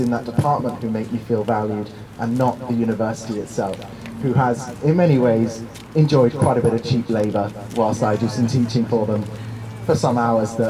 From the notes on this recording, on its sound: This break-out episode is our final dispatch from the UCU picket lines at the University of Southampton. Hear reflections from staff and students about how this round of strikes went.